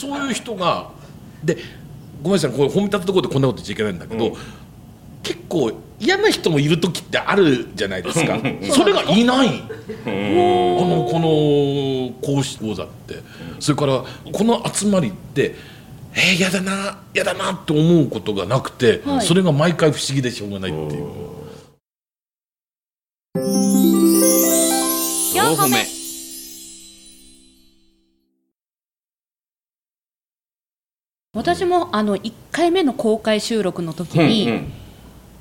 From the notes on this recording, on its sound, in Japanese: 公開収録